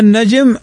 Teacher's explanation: النون فوقها شدة فتغن بمقدار حركتين